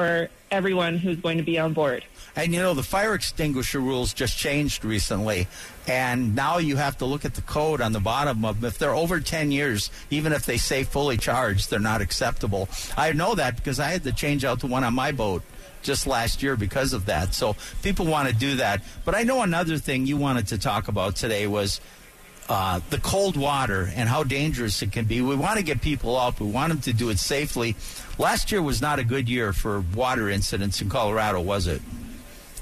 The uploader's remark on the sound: Live from the AMP Expo.